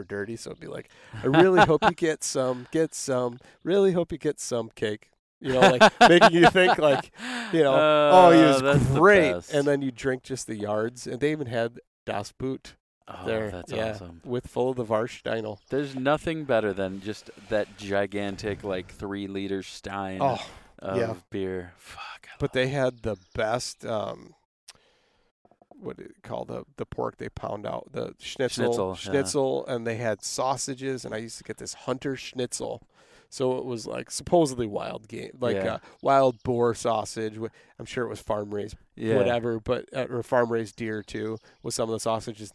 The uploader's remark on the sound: We sat in a park at a picnic table